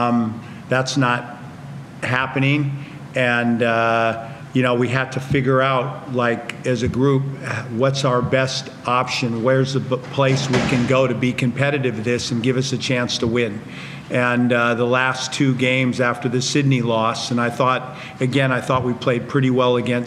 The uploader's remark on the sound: Round 18 in the NBL match between the Illawarra Hawks and the Adelaide 36ers in Illawarra New South Wales (NSW). Post Match Press Conference.